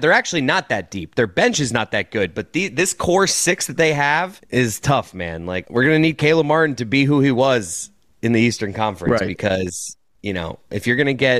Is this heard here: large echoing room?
no